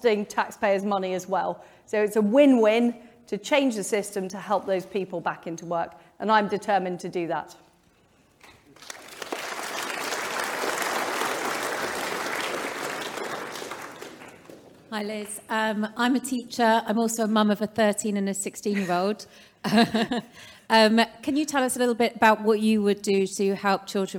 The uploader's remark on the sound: Conservative Leader Hustings. Q&A with the audience was interrupted by protestors, which we have for obvious reasons edited out. Otherwise, the interview is the same as it was live.